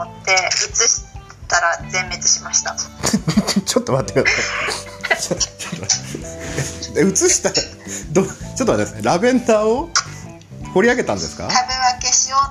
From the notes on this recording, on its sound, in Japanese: クラブハウスの布教活動の様子。クラブハウスでみんなの同意を得て収録しました！